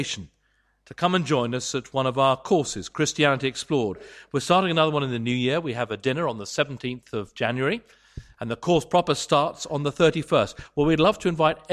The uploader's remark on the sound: Sermon from St David's, Moreton-in-Marsh - Evening Carol Service